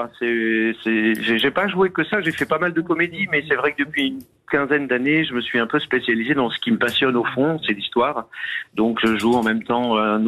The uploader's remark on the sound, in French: Était au téléphone ce 28 septembre dans "Les Grosses Têtes".